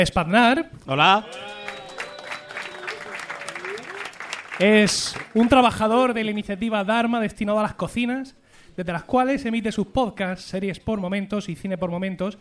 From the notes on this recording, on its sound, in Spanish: En directo desde Bharma. Gracias a las Jornadas de Podcasting 2014 un viejo sueño se ha cumplido, poder emitir un directo desde Bharma, el bar barcelonés ambientado en Lost.